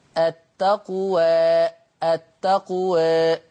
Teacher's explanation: يبقى التقليل الإمالة بالفك قليلا، التقوى التقوى وهكذا، التقوى التقوى هكذا، شيء يعني بسهولة ولطف لأن هنا عمل اللسان ما بين الألف وما بين الياء